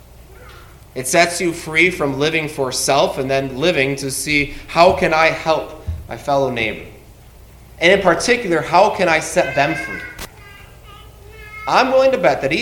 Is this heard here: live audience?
yes